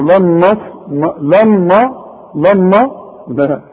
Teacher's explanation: لن نون ساكنه وبعدها نون ادغام، واخد بالك ادغام بغنه